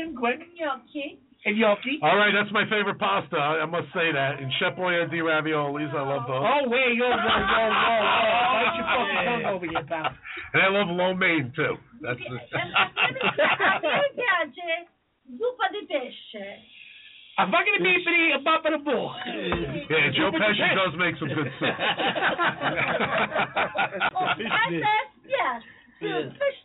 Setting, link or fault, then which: link, phone line